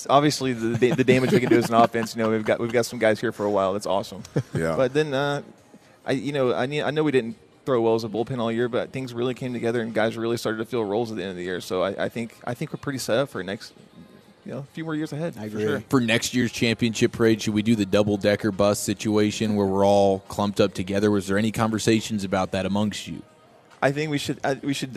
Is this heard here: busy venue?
yes